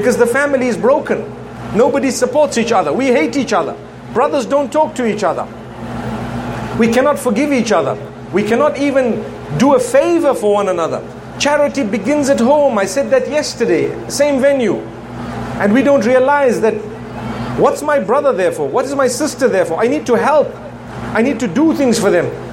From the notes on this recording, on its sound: Part of the Inspire Tour of the Caribbean, this talk was delivered at the Muslim Fair at the National Cricket Centre in Trinidad and Tobago.